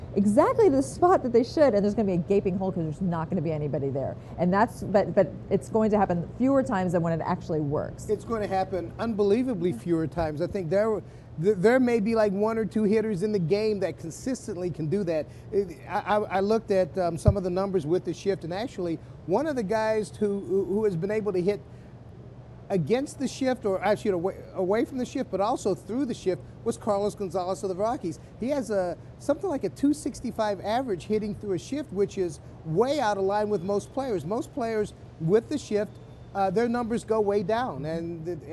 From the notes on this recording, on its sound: live in Nashville at the Winter Meetings